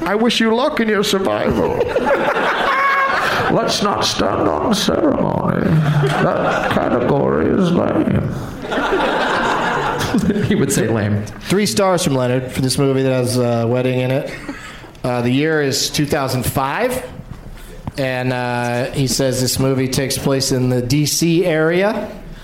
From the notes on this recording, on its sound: Live from Michigan's Traverse City Film Festival